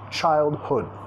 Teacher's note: Childhood, acentuación de la palabra, primera sílaba acentuada, segunda, sonido vocálico más reducida